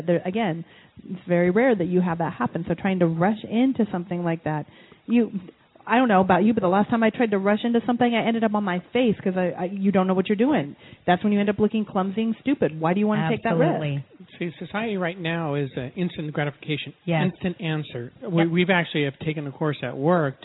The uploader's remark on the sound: broadcasts live from Woodinville Wine Cellars